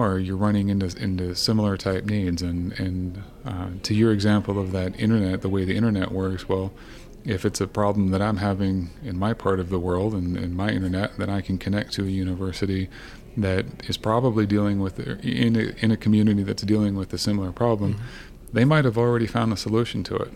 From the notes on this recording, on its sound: onsite at the Event Design Certificate Program Level 3 Cohort 46